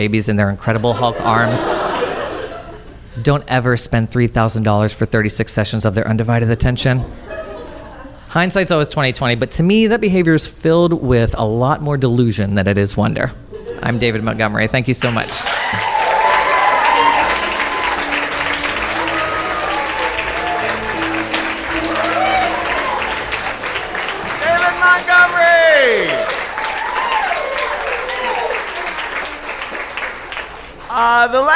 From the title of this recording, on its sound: Live From New York!